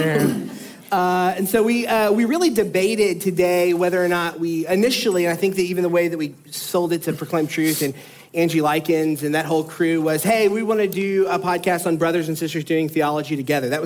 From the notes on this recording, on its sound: live from the Proclaim Truth Conference